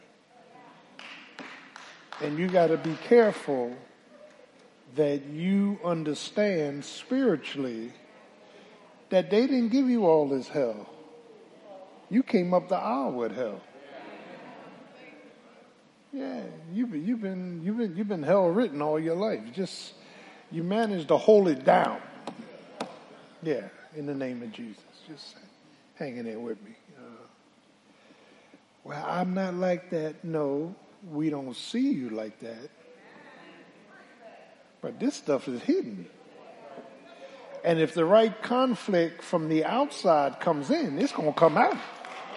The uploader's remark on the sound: Sunday Morning Service 8.20.23 - Audio